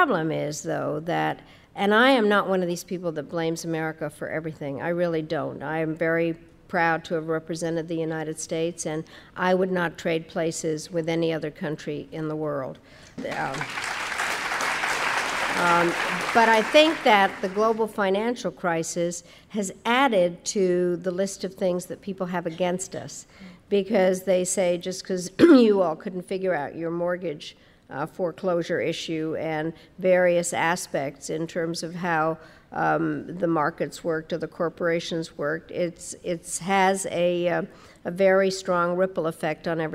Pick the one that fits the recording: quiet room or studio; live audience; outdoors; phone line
live audience